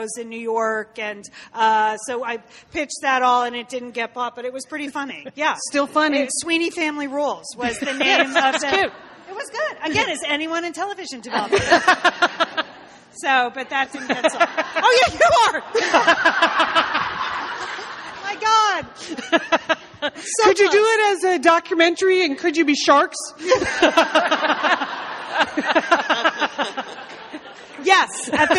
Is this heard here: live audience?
yes